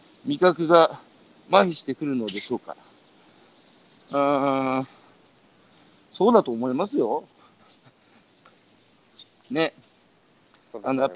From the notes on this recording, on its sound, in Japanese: 歩きながら1時間、対談する